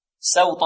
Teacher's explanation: نرق سين ونفخم الطاء